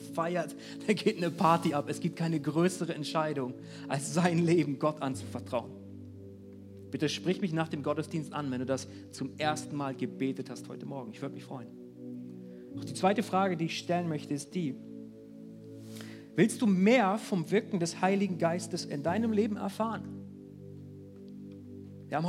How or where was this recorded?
large echoing room